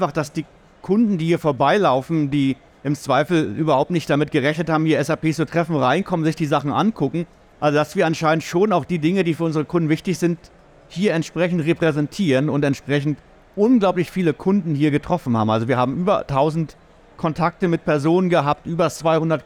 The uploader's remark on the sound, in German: OMR 2023. Live vom SAP Stand in Halle 4.